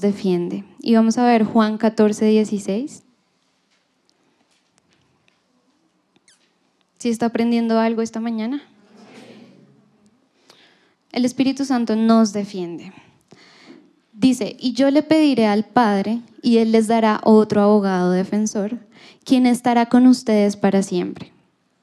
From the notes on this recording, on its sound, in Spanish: Reunión en vivo